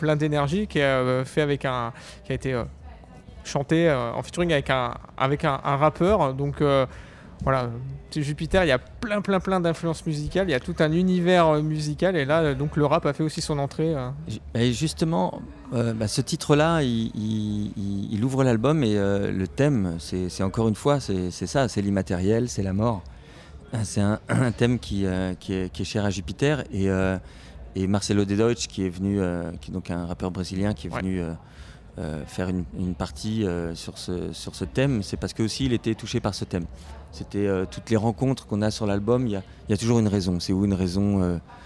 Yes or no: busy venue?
yes